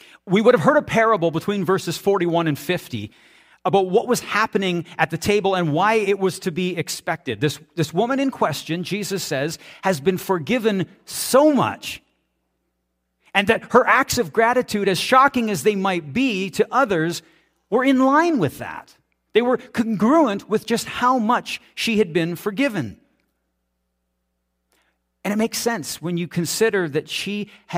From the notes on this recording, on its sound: This is audio taken from the March 5, 2023 Sunday sermon at FBC Charlottetown PEI Canada.